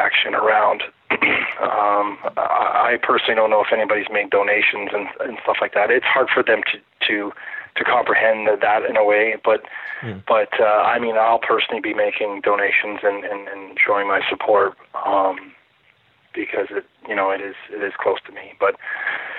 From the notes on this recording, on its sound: Racked up an expensive phone bill calling Finland and Toronto. Skype credit is a saviour for a podcast like us!